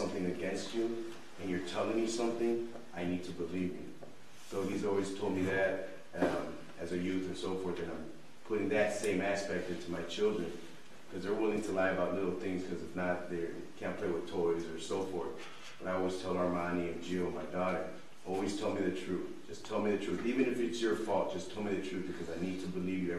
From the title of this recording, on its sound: El Paso Christian Church Live Stream